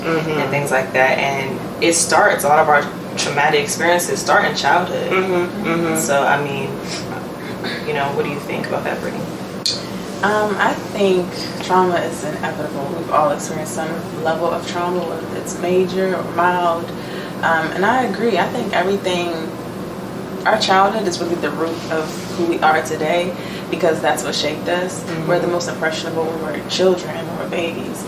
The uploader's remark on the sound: Sorry for audio quality.